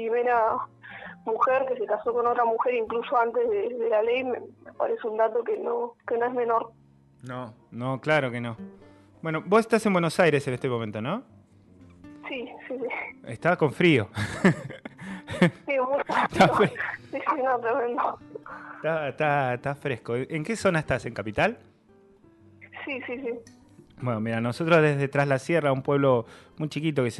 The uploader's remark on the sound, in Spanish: Charla Telefonica